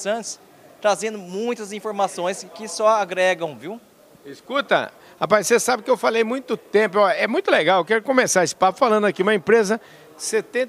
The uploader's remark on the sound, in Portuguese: Prosa gravada durante o Simpósio Asbram, em Campinas.